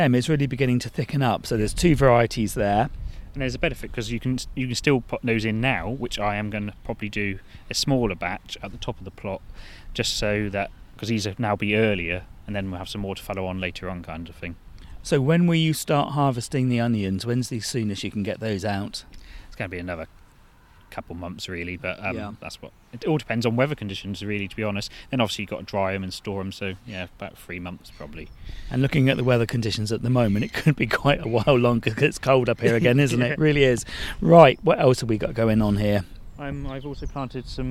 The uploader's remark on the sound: we head back to a cold, wet and blowy allotment for our second visit of the season